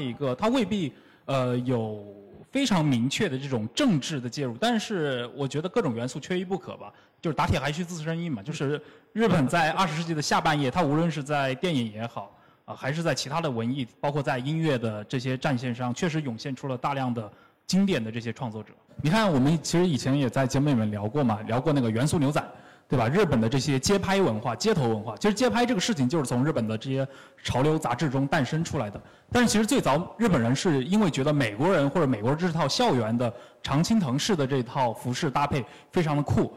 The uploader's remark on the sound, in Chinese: 在杭州单向空间举办的《昭和风，平成雨》分享活动的现场录音